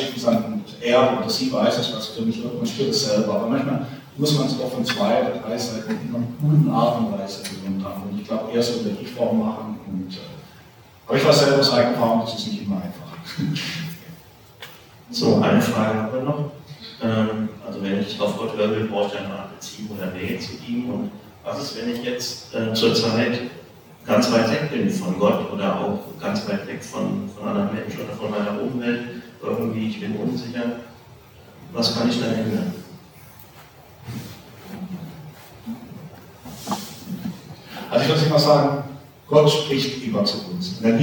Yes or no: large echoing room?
yes